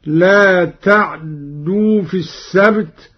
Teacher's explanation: قرأ قالون: لا تعدوا في السبت، بإسكان العين واختلاسها هكذا: لا تعدوا في السبت، وقلنا لهم لا تعدوا في السبت. أبدلت التاء دالا وأدغمت في الدال الثانية